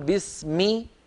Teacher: لابد أن نقول بسمي بكسر الميم كأننا ننطق ياء، لأن الكسرة بنت الياء